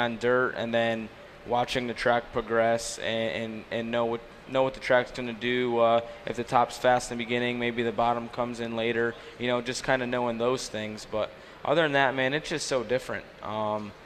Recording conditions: busy venue